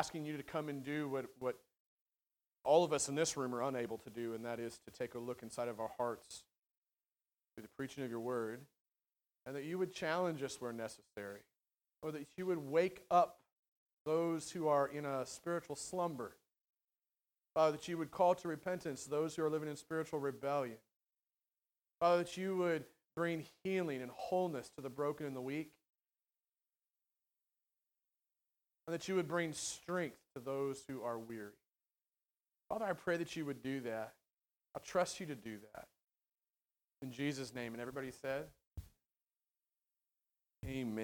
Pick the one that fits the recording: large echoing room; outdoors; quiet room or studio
large echoing room